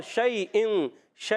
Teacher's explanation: شین ادا ہوتا ہے زبان کے درمیان، تالو کے درمیان · Term: حروف شجریہ